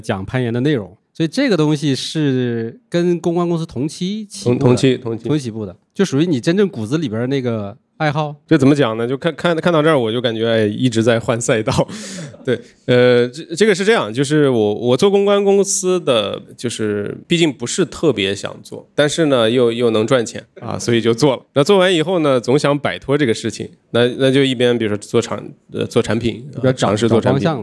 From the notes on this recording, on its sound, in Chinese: 本期节目是少数派线下空间活动录音